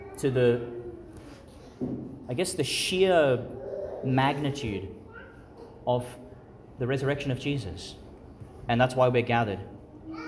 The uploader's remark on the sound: Homily for Easter Sunday, delivered in St Patrick's Catholic Church, Calliope, Qld.